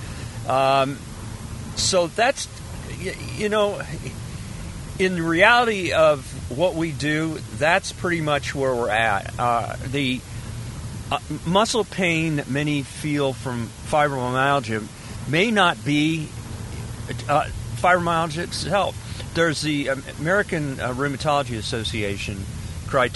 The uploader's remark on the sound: Fibro Podcast From A Car. Driving back from a multispecialty conference.